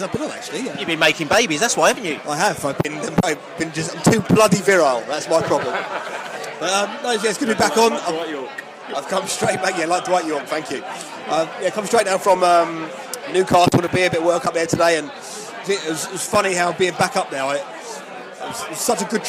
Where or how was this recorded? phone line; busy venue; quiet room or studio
busy venue